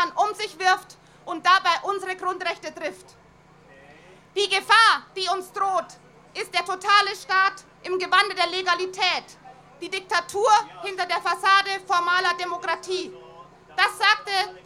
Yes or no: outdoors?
yes